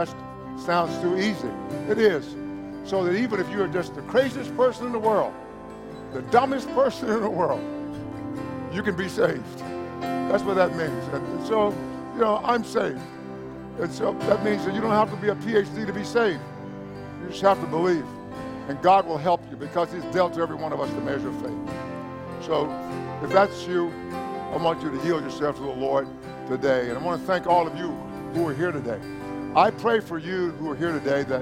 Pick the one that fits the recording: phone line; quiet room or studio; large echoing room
large echoing room